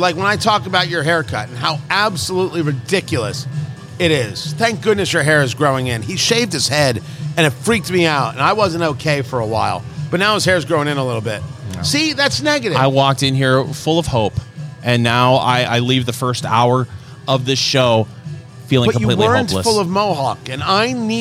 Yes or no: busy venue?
yes